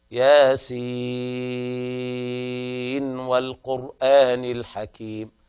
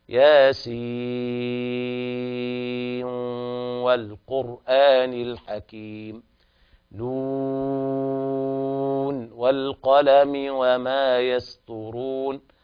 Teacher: والقلم وما يسطرون، إذا وصلنا الكلمتين معا فنظهر النون بهذه الطريقة. والوجه الثاني الإدغام بعد المد المشبع مقدار 6 حركات نغني النون عند الواو · Shown in: second take